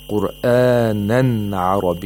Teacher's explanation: The Nun Sakina is pronounced completely and clearly in both Warsh and Hafs an Asim. · Term: Izhar of Nun Sakina